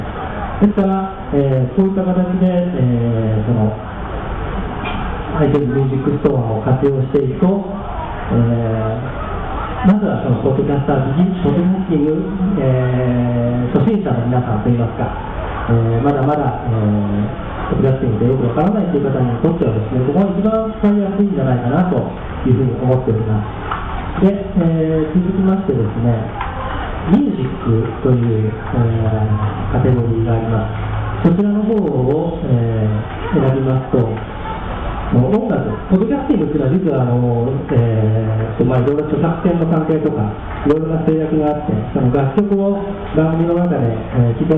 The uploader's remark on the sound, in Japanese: ポッドジャム名古屋栄の様子をお届けします。名古屋駅の雑踏より歩きながらの録音です。